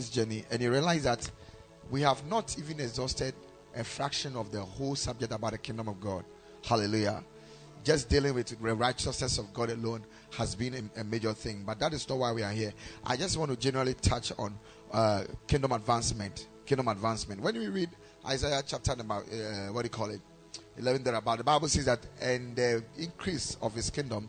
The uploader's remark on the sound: Preached at Ekklesia Chapel